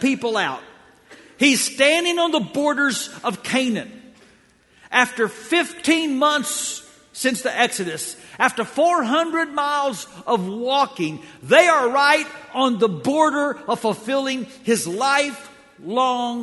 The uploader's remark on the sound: This series of lessons was preached during the Greater Things Capital Campaign for The Hills Church.